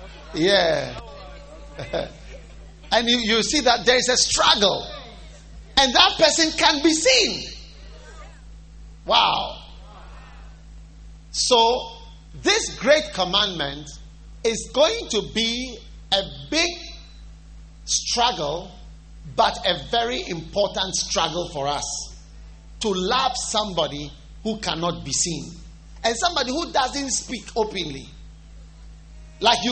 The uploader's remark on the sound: Preached at the First Love Church on 31st December, 2015.